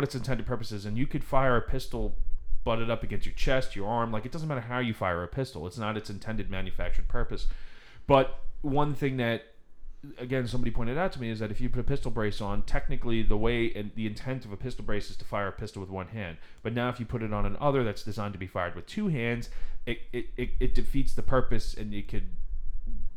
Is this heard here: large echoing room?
no